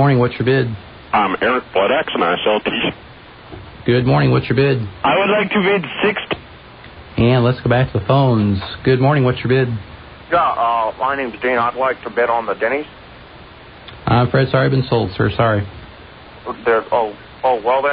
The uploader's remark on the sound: Prank Phone Calls